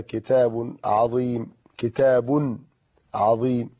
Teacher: نون ساكنه تظهر اخر الاسم في النطق وليس في الخط · Term: التنوين